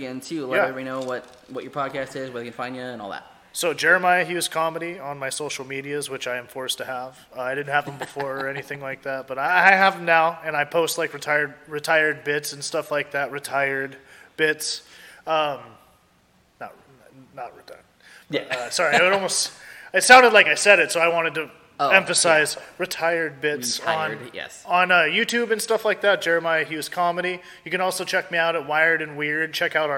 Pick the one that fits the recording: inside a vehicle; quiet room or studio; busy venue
busy venue